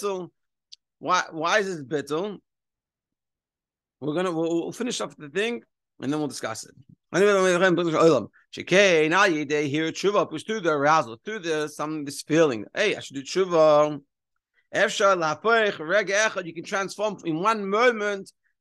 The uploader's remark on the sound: Daily Zoom Shiur